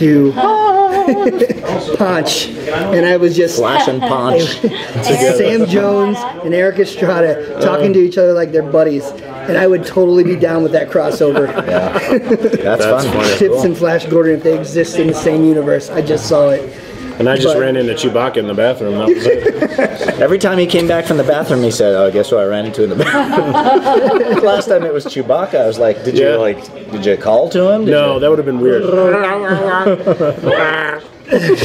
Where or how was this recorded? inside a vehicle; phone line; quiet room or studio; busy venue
busy venue